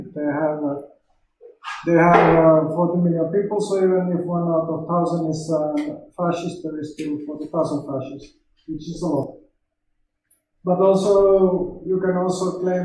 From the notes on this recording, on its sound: Sorry for sound quality issues, my mic had a malfunction the same day and could not find a replacement on short notice.